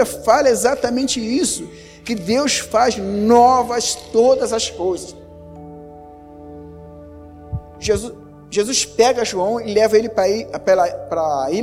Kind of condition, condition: setting, large echoing room